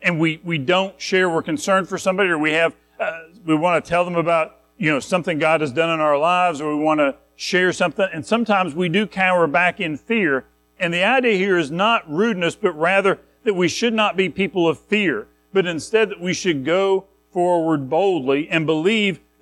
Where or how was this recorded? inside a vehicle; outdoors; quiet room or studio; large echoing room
large echoing room